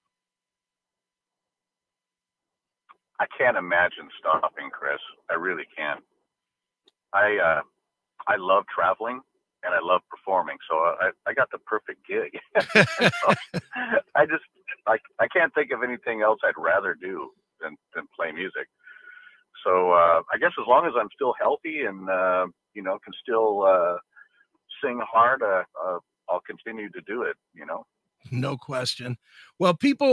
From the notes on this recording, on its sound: called